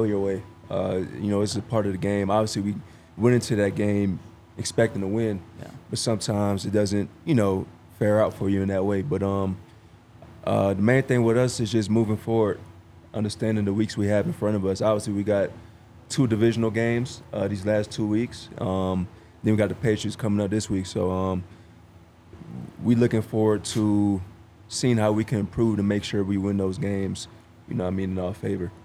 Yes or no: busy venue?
yes